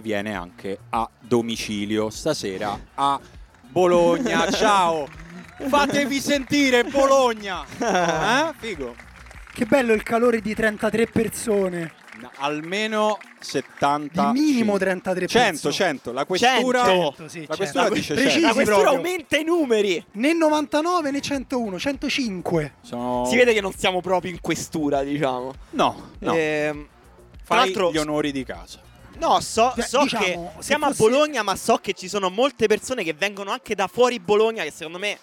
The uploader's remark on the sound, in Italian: Live dal campo di Hic Sunt Leones per la No Border Cup